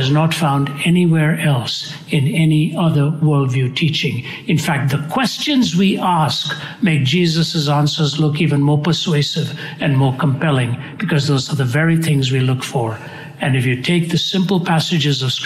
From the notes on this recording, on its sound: during a Q&A session at Arizona State University